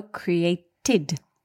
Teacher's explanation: The last sound in the verb create is T, a dental consonant.